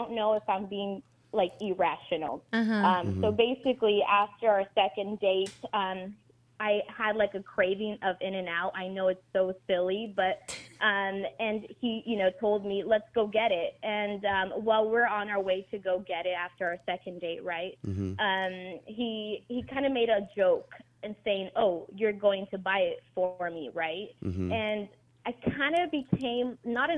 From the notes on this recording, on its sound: take live callers